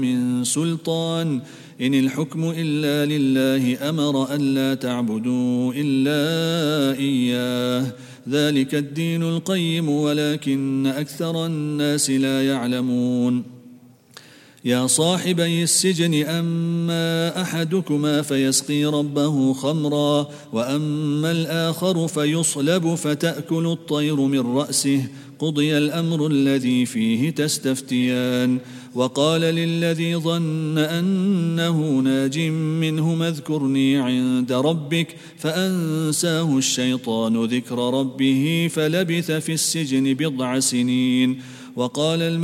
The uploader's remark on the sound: At the Houghton Masjid (West Street).